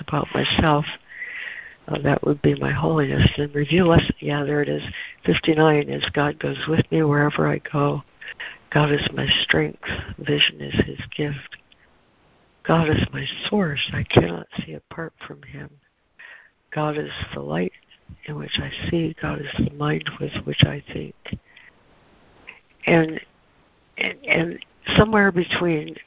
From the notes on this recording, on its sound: ACIM Daily Conference Call